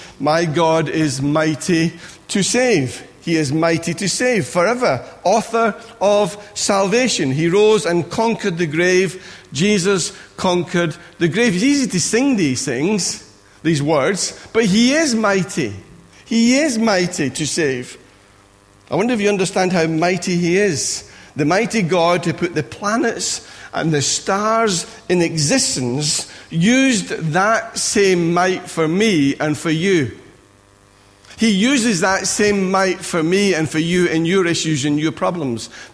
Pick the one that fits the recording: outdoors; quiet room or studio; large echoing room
large echoing room